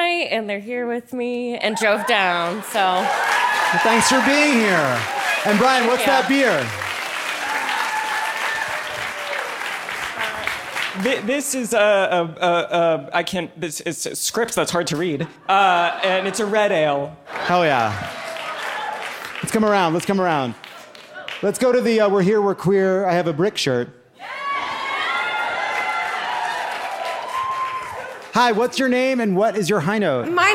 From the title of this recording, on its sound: Live from Asheville!